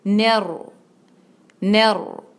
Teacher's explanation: رو کی آواز جو ہے وہ ہیوی کرنی ہے آپ نے اور اس کو ساتھ ملانا ہے ہا کے.